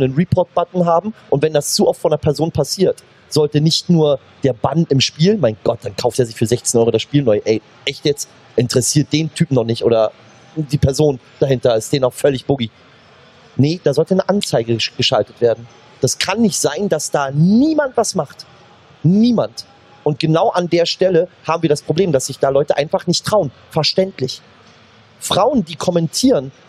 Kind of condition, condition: setting, busy venue